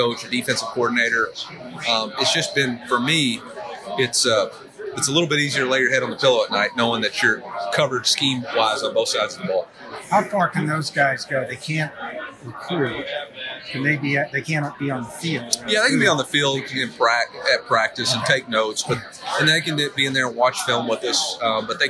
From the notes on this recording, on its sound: You’ll hear background noise during the interview, even a server asking if we needed drinks.